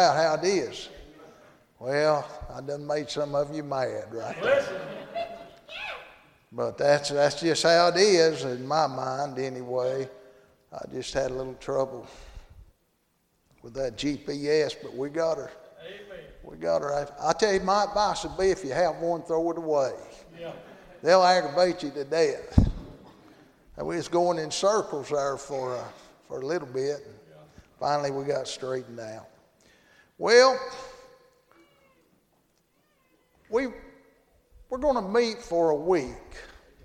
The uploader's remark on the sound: Monday Evening service at Calvary Baptist